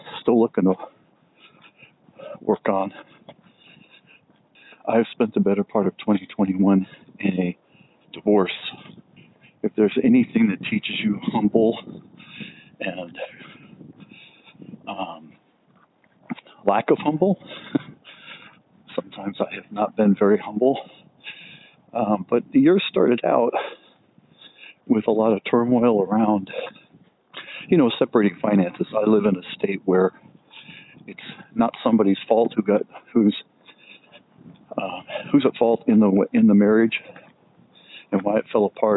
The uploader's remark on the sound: Let's take a walk and talk